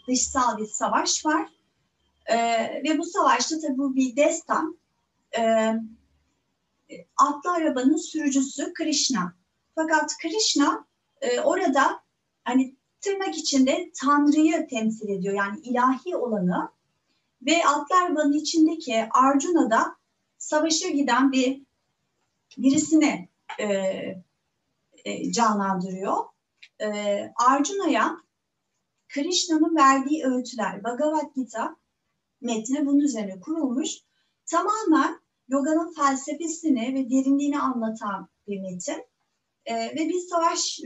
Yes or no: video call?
yes